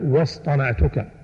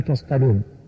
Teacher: وصف الصاد وأعطها حقها إذا سكنت عند الطاء وإلا صارت سينا، كقوله تعالى واصطنعتك، وكقوله يستون لعلكم تصطلون وشبه ذلك، يستون بالصاد. · Term: حرف الصاد